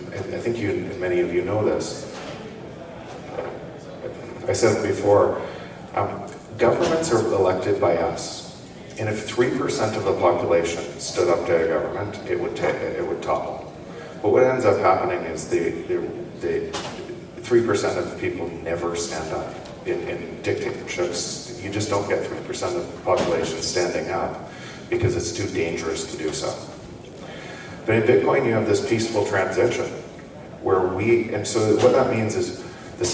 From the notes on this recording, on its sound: BitBlockBoom 2022 - Austin TX. Session from the 2022 BitBlockBoom Conference in Austin, Texas.